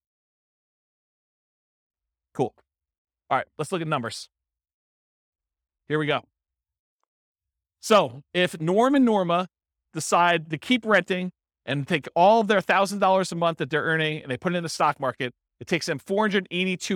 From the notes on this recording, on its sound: This was a live class recorded